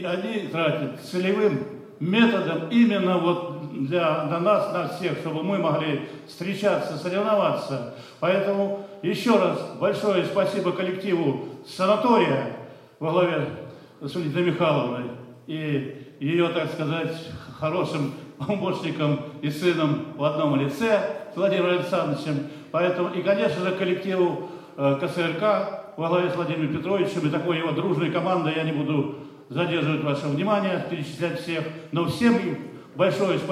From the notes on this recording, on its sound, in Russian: В санатории ВОС «Солнечный берег» в Геленджике прошёл Физкультурно-оздоровительный фестиваль «Сильные духом!». Аудиозаписи выступлений участников церемонии закрытия фестиваля и некоторых номеров концертной программы.